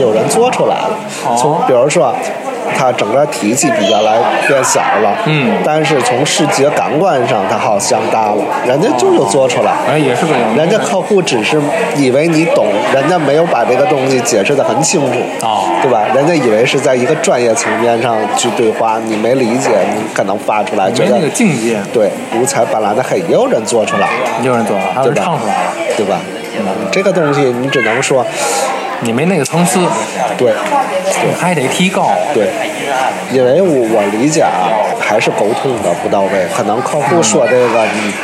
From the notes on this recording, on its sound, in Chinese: 所在地点：国内。本期和下集内容，都是在天津五大道的一家咖啡馆内开放性录制，用的就是天津话。